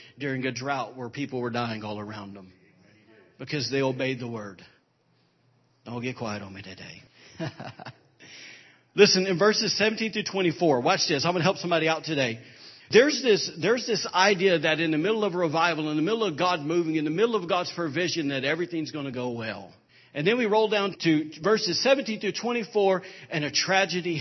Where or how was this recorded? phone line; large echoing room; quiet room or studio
large echoing room